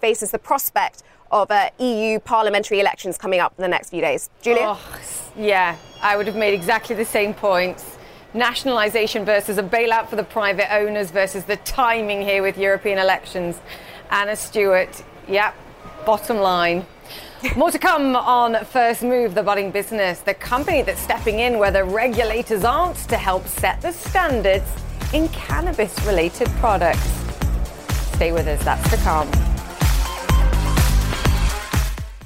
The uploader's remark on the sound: live at the New York Stock Exchange